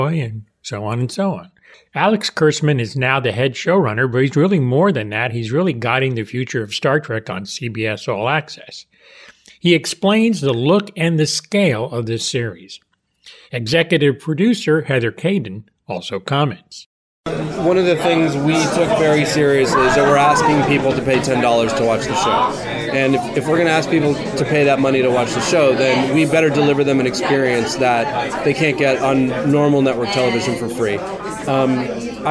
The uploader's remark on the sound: Taped at Madison Square Garden during New York Comic Con.